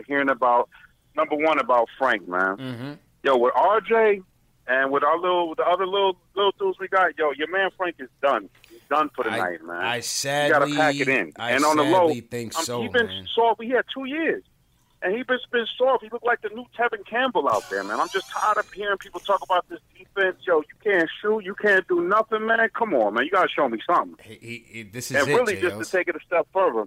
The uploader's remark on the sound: Take live phone calls from fans around the world to hear their reactions.